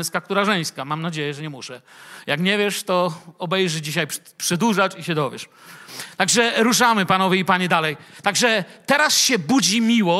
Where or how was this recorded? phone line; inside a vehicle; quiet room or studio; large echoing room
large echoing room